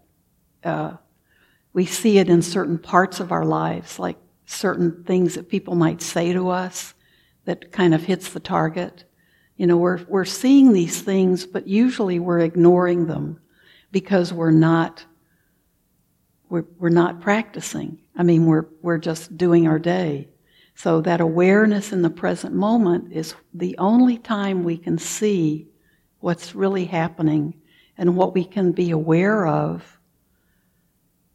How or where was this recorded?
large echoing room